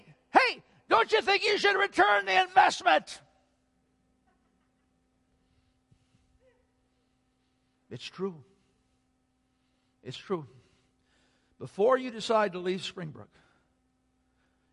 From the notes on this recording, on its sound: Sunday Worship Service - Audio.